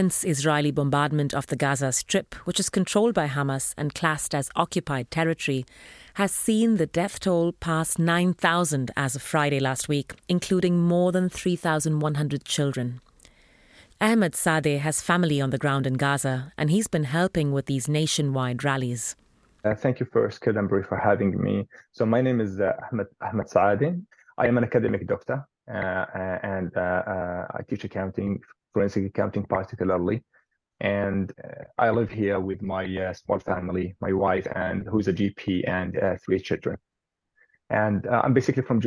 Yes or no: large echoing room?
no